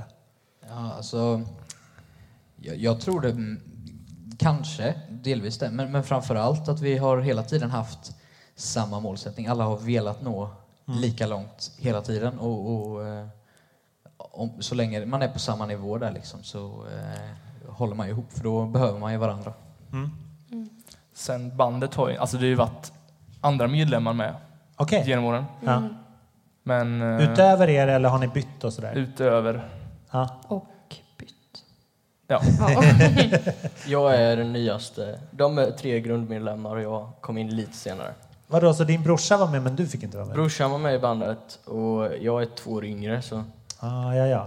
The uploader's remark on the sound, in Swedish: 36 Livepodd-special! På Rookie-festivalen i Rock City, Hultsfred. Podden spelas in inför livepublik och har lite svajigare ljud än vanligt, men det är inte värre än att man tolererar det.